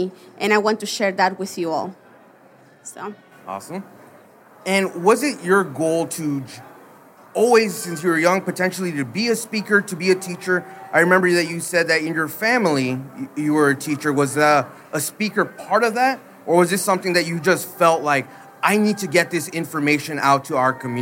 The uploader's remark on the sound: Live From WPPI. Special live edition.